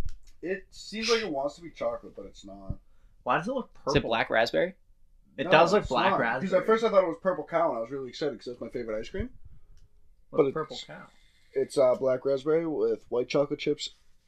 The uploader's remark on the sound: We are testing out new microphones, so we apologize for the microphone pops and brushes against our clothes. We are working out the kinks.